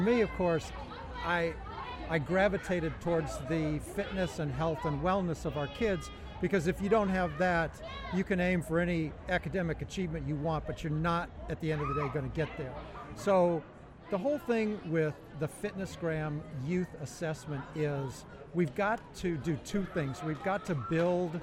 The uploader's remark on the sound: Live from SHAPE Nashville Day 2!